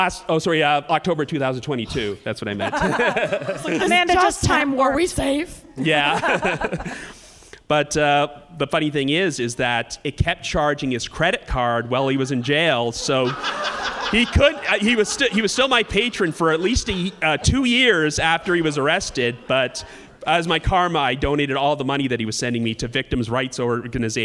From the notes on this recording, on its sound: True Crime Live Panel. For a live panel from the Berkshires.